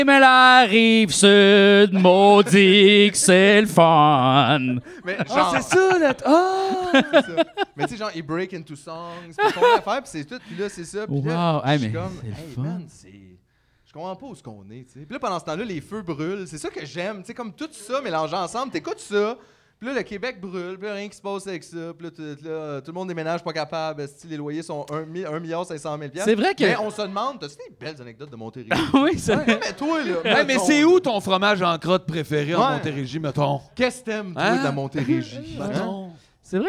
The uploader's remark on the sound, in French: Épisode enregistré le 9 mai 2023 au Terminal Comedy Club à Montréal.